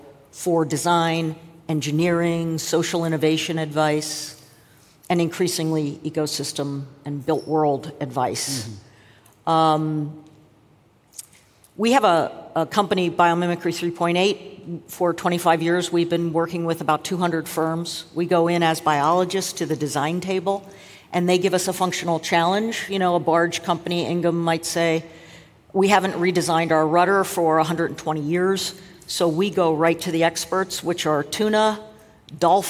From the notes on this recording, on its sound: Recorded at Summit 22. This is first in a series of podcast episodes recorded at Summit 22 — the Ellen MacArthur Foundation's flagship annual event — which brought together business leaders, policymakers, innovators, and global changemakers.